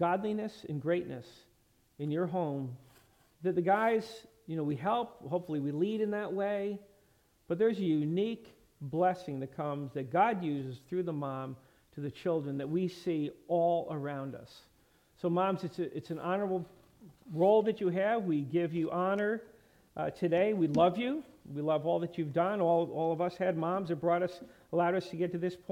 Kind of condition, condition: setting, large echoing room